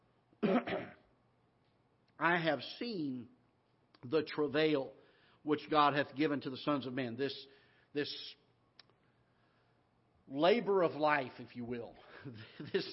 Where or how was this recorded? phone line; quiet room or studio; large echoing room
large echoing room